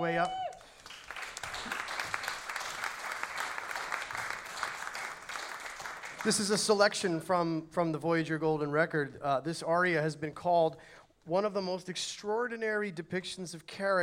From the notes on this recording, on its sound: Recorded live, Oct 24, 2015